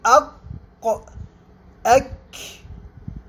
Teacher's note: يسمى حرف القاف وحرف الكاف يعني بالحروف اللهوية على اعتبار خروجها من قرب اللها. اللها هذه هي اللحمة المسترخية التي في آخر الحنك الأعلى وبداية الحلق، هذه اللحمة تسمى باللها، ولا يتبادر إلى الأذهان أن اللها هذه التي تسمى بالعرف اليوم التي تكون فوق الأسنان قليلا، هذه تسمى بالنطع كما سيأتي بيانها.